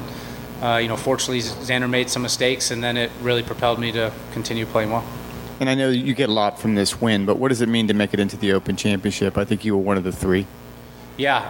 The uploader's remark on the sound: Live interviews from The Wells Fargo Championship